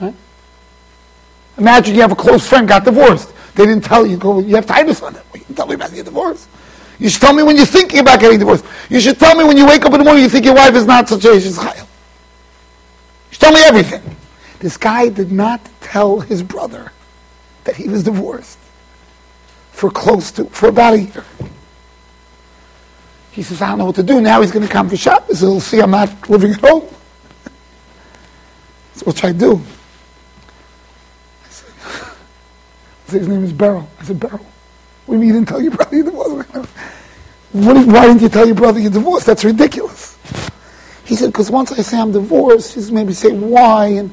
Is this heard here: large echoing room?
yes